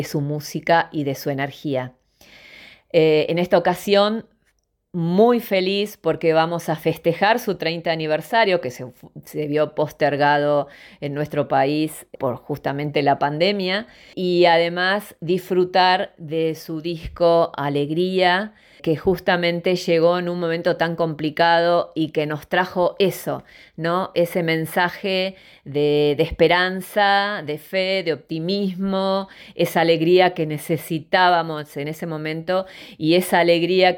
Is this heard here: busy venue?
no